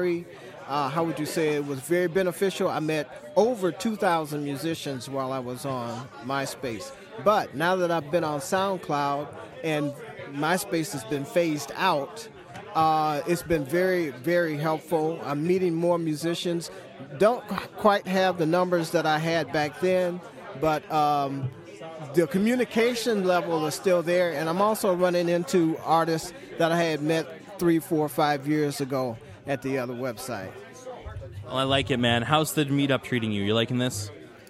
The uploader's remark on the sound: Broadcasting live from SoundCloud Global Meetup Day at the Music Garage. Checks in with attendees of the event.